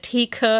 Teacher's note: ist eine Pause drin, weil ich bei K nochmal den Luftstrom unterbreche